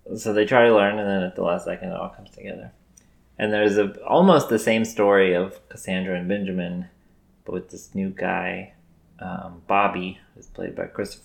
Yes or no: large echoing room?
no